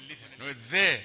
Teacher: هي ذال لثوية تنطق من اللثة